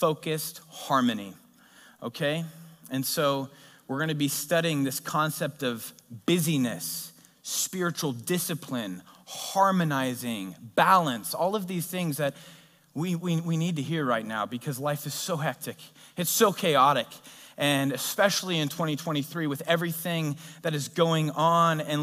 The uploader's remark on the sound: a sermon delivered at Godspeak Calvary Chapel in Newbury Park, California on June 19, 2023